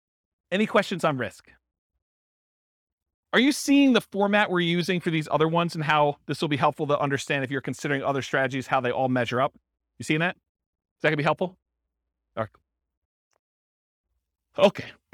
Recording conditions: live audience